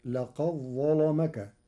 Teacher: قرأ ورش كلمتي لقد ظلمك بإدغام الدال في الظاء، فتصير لقد ظلمك مع تغليظ اللام لوقوعها بعد الظاء المفخمة.